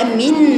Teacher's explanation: امين بفتح الهمزه بكسر الميم ومد مد بقوه